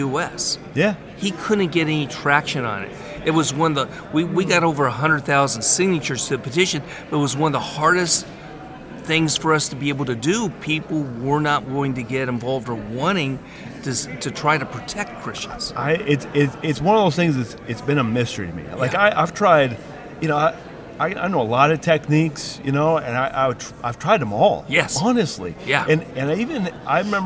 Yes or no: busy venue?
yes